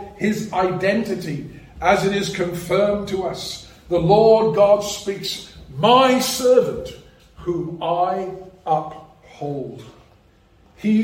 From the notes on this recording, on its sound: A sermon preached at Rock of Ages Evangelical Church